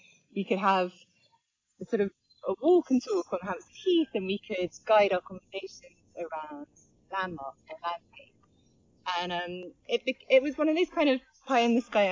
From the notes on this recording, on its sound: Recorded while walking round Clissold Park, in north London.